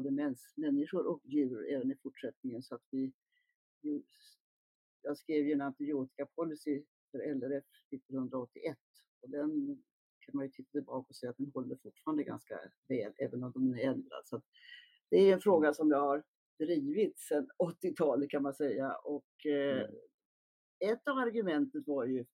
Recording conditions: poor sound quality